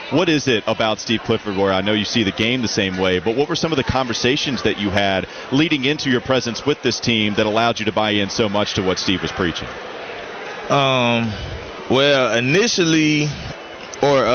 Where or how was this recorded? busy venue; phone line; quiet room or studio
busy venue